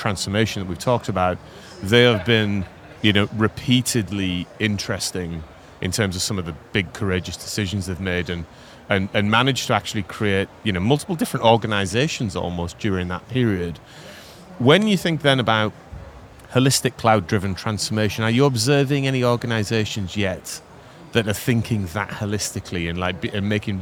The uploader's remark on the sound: We are live from Google Cloud Next 2023, direct from the Expo floor.